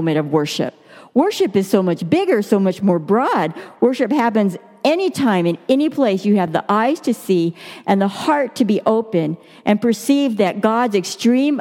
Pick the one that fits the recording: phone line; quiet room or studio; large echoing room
large echoing room